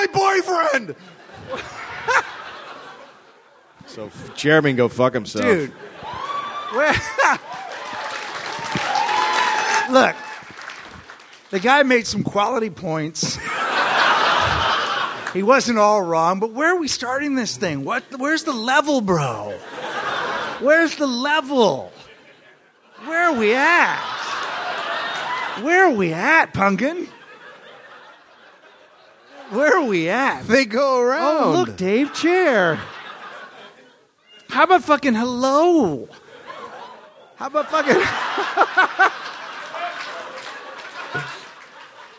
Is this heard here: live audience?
yes